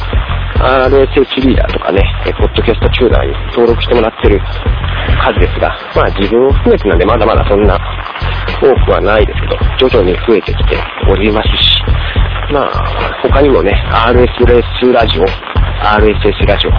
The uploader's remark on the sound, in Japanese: 雨の中、外を歩きながらの録音のため聴きにくいかもしれません。横を車が通っていくし・・・。